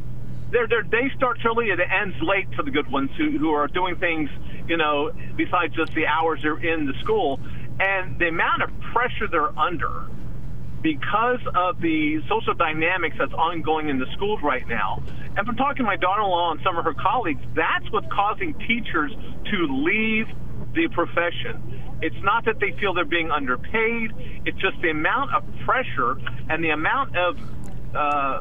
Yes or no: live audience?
no